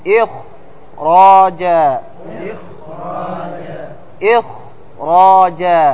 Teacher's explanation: فلتفخيم الراء تفخم الخاء تفخيما قويا ليتناسب مع الراء المفخمة